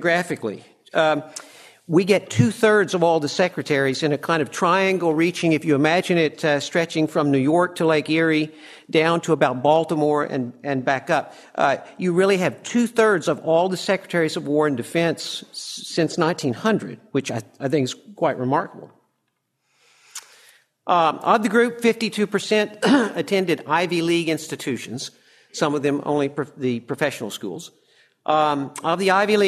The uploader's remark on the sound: From the session on "The Changing and Permanent War Parties," presented at the Austrian Economics Research Conference. At the Ludwig von Mises Institute in Auburn, Alabama.